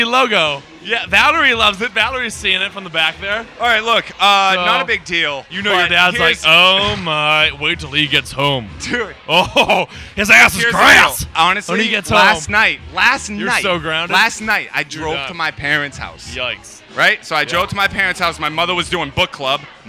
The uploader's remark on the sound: Live From The Greatest Bar